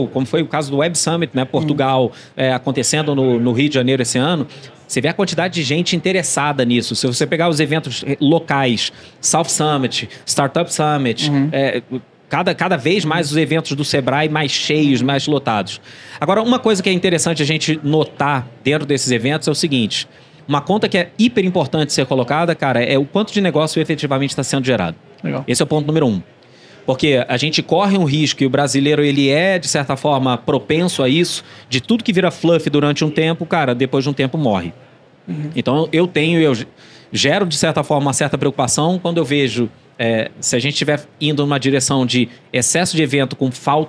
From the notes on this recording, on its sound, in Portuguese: Diretamente do Case Abstartups, gravamos vários episódios incríveis do De Galho em Galho neste evento